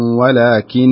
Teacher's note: الأخرى في قوله إذا وقفت على ولكن، أنت وقفت عليها عشان النفس، تقف بالسكون يعني، لا تقف بالسكون، تقف بالتشديد، السكون نعم صحيح، لكن تشدد النون، تشددها أيضا، يعني الشدة هذه أصل في الكلمة، ليست عارضة، ليست كالسكون.